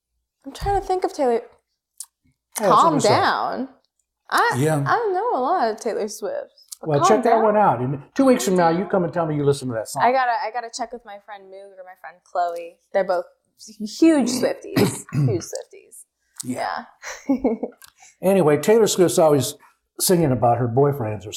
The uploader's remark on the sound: This is the unedited, unfiltered, pure and real take. Excuse the technical difficulty in this one.